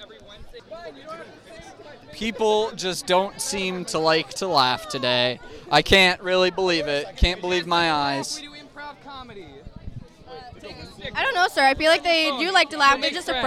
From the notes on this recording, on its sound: Club Fair Special. What else do you do at a club fair besides record a podcast?